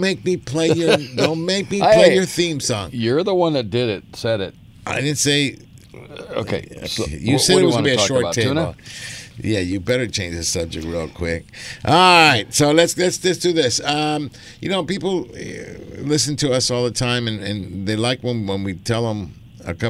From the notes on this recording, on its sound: "LIVE" from Angel Stadium in Anaheim, CA